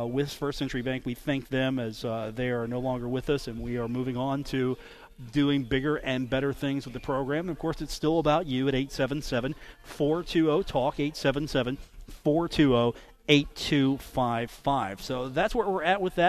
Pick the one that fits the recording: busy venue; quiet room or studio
busy venue